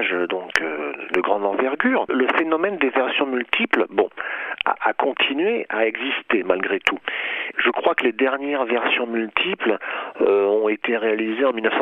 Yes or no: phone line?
yes